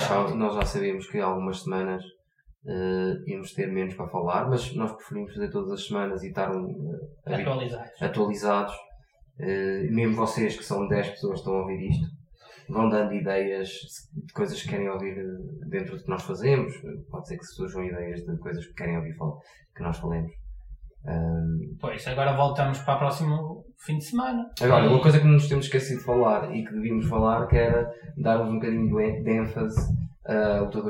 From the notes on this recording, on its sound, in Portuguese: Aviso: tivemos problemas técnicos e a qualidade do som não é a que gostaríamos.